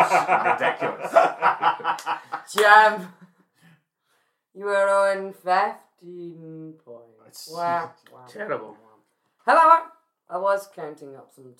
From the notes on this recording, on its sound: Due to the sudden and loud nature of the game the audio volume will vacillate between being of hopefully a reasonable level to being a lot quieter. This is because there are explosions of sound and I didn't want anyone's eardrums to take a hammering.